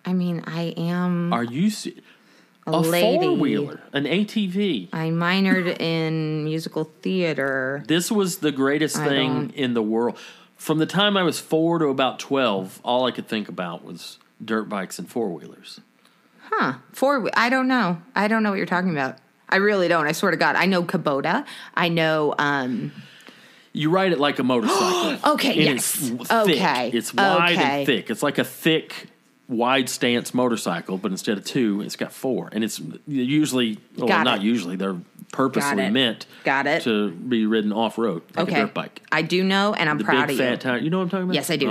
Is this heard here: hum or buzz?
yes